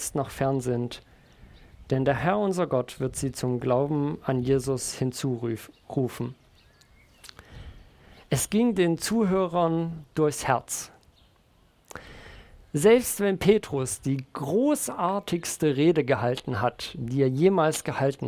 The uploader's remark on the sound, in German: Predigt im Rahmen des GreifBar+ Gottesdienstes